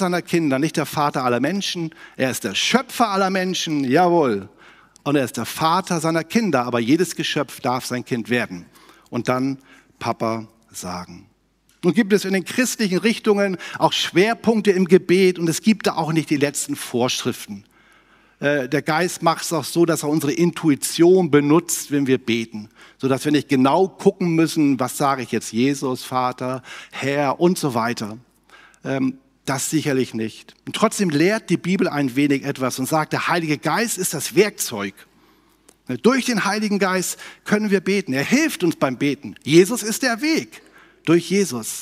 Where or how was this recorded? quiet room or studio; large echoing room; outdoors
large echoing room